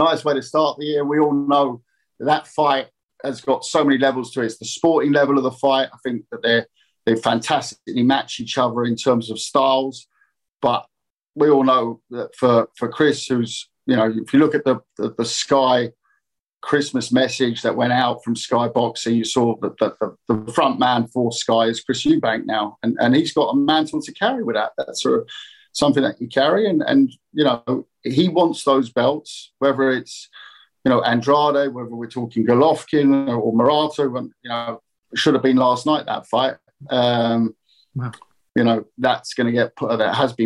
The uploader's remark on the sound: VIA ZOOM